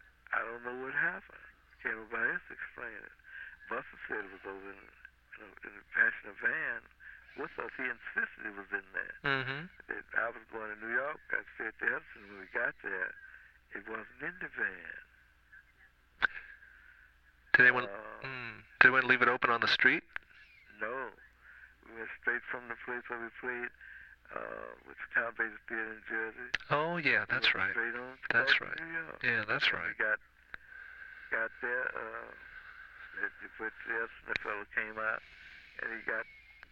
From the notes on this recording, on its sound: Phone call